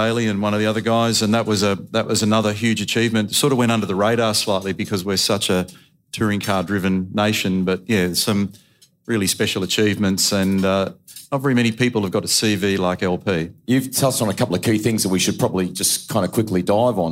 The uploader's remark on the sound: a very special episode LIVE at the 2023 VACC Presidents Grand Prix Supper